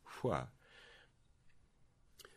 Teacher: it's a labial velar fricative an unvoiced labial velar fricative · IPA: ʍ